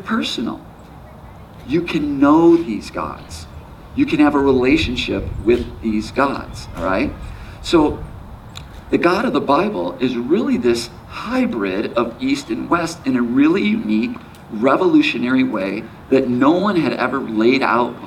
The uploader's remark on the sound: There is some wind from the outdoors that was captured during this gathering.